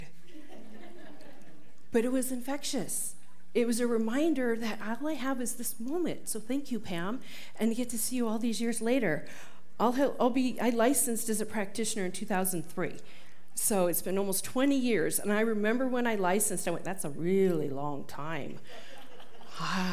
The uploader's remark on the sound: This talk was recorded live at the Center for Spiritual Living Prescott on March 12, 2023.